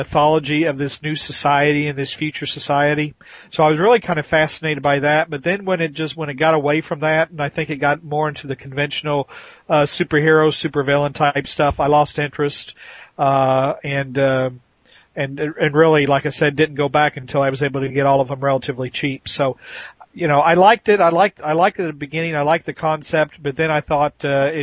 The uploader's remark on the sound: We wrap up our second hour of our live caller edition.